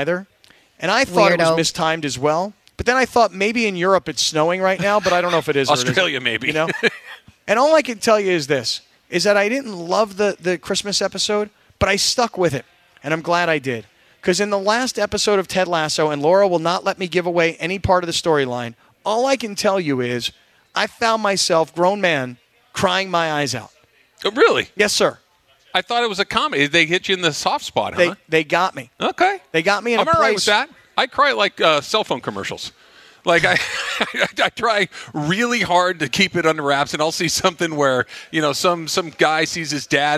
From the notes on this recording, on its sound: Live from Hollywood Park Casino!